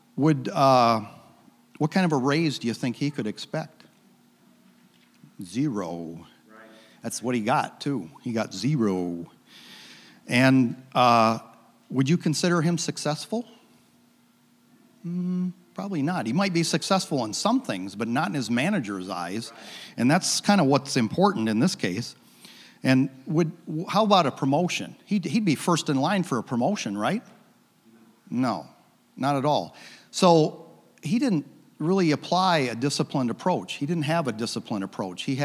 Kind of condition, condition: setting, large echoing room